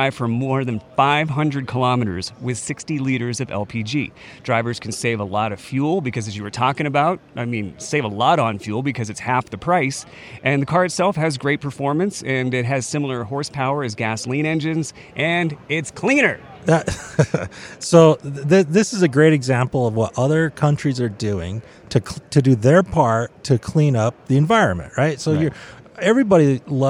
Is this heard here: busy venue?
yes